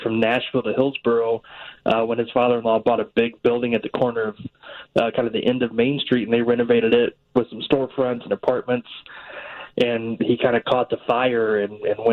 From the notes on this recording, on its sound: joins the conversation over the phone